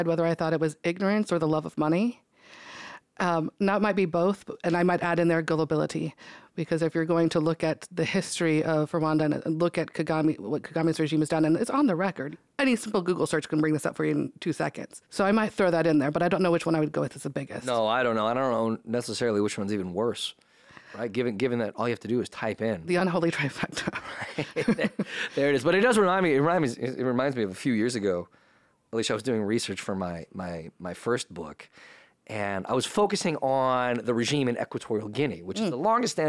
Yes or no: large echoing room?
no